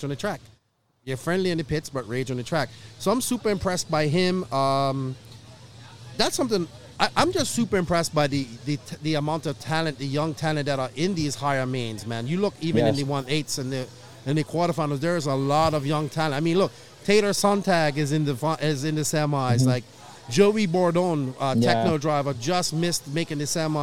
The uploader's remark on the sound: Live from Finals Day at the 2021 ROAR Nationals